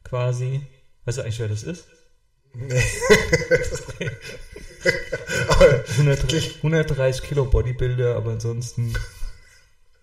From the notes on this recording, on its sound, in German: Ton leider mit etwas Hall.